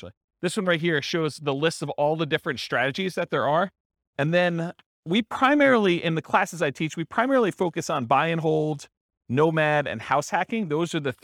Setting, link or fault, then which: setting, live audience